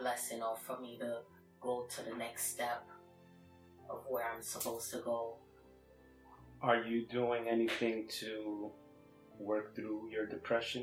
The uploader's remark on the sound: We sincerely apologize for the poor audio quality in our video. Due to technical issues, we were forced to use the direct camera mic, which resulted in a lower sound quality than what we aim to provide.